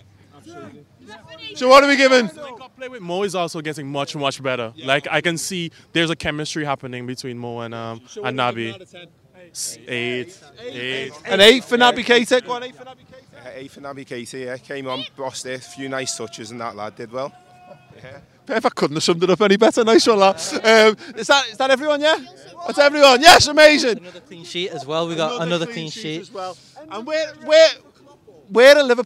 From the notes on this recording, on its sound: outside Anfield